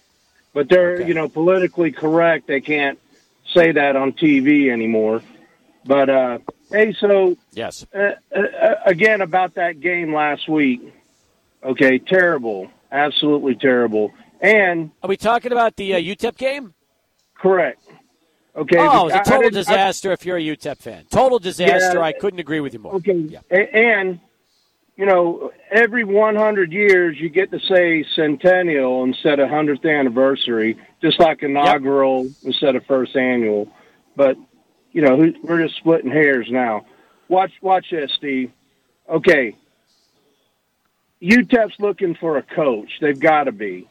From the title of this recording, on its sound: Live at Border City Alehouse for Monday Night Football